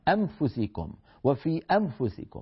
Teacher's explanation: ستقوم الأسنان العليا مقام الشفة العليا، فيكاد السامع يسمع ميما